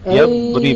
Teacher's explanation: استطالة الضاد لا تخفضها